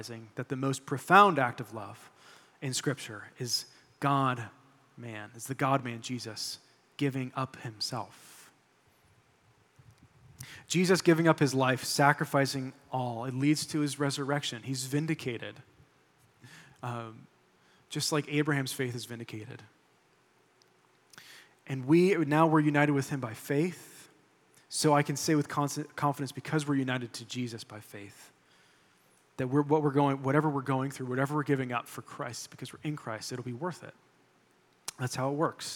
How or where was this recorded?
large echoing room